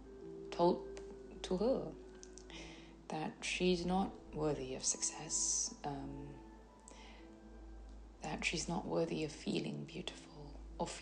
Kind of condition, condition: fault, sounds in the background